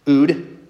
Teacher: It's actually ude, but it's the epsilon dropped off.